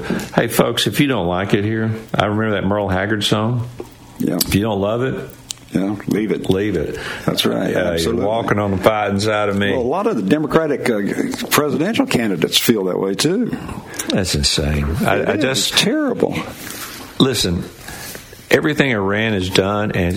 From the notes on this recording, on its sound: LIVE from The Ark Encounter!